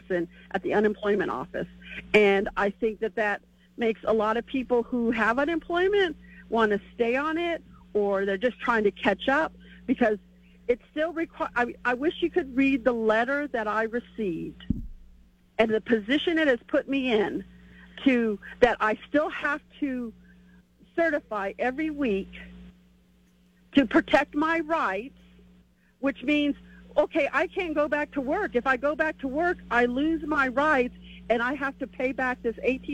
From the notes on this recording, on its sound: takes your phone calls on News Radio KKOB